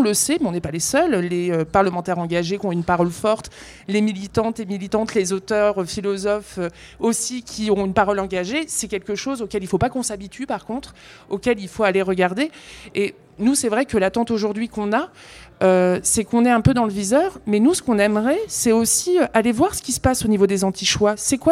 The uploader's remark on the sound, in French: Rediffusion Live. Le Point Ephémère a accueilli un enregistrement d'un épisode de Popol en live !